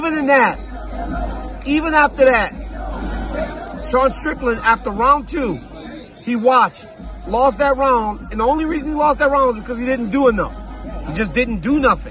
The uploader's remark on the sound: LIVE from the octagon in Sydney, Australia